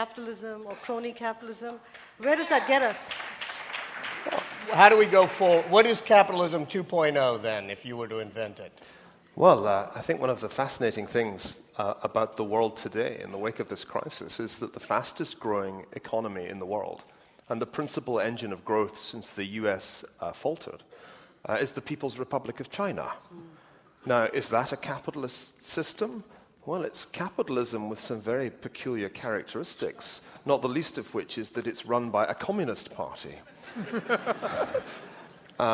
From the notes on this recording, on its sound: LIVE from the NYPL.